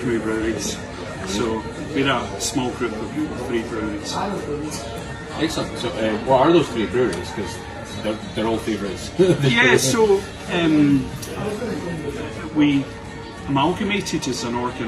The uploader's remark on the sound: We had the pleasure of being invited to the Froth & Flame Edinburgh to drink beer. Our trip to Edinburgh. We had the pleasure of being invited to the Froth & Flame Edinburgh to drink beer.